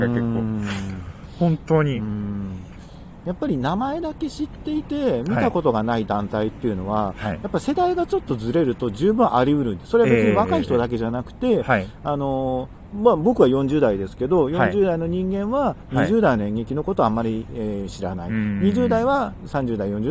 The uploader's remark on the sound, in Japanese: 夜の公園で収録しました！